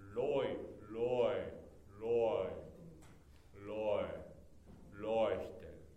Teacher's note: EU がオイになるんですから不思議ですよね